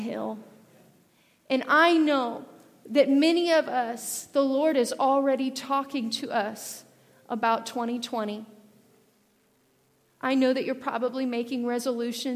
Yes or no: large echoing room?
yes